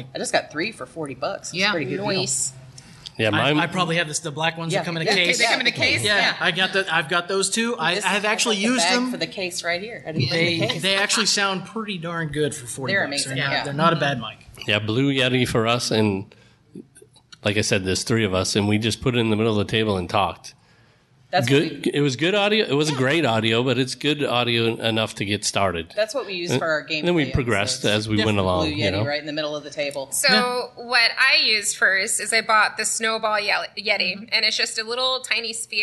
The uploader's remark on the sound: We have pulled together the audio from our Podcasting for Geeks panel from Comicpalooza 2019 in Houston, Texas.